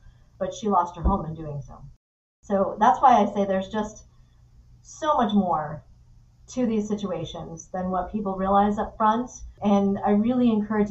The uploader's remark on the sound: push through less than ideal audio conditions